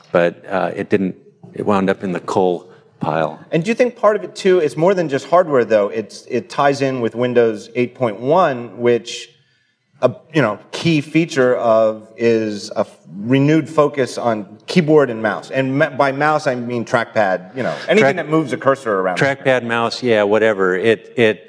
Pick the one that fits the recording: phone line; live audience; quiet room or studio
live audience